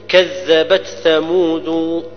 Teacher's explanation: ليس فيها إدغام بين التاء والثاء